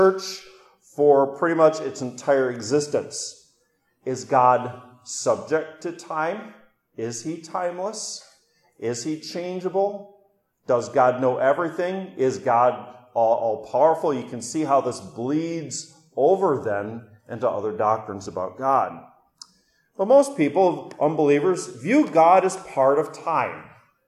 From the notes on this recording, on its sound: during Orwell Bible Church's morning service, November 6, 2022.